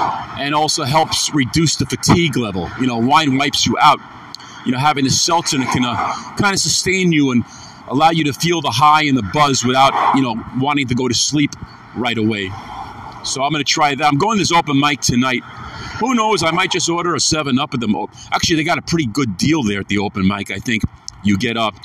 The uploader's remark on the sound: afternoon walk n talk